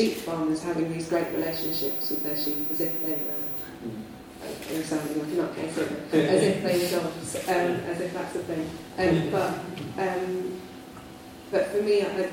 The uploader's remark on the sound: A Worlds Literature Festival event